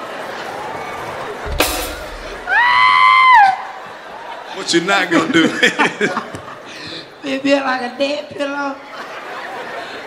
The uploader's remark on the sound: The Augusta Live Comedy Special